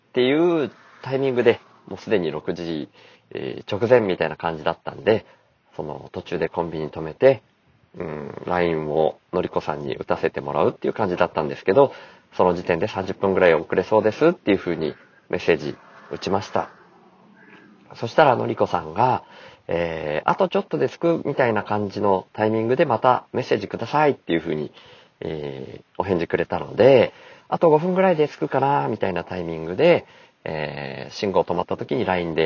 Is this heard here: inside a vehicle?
yes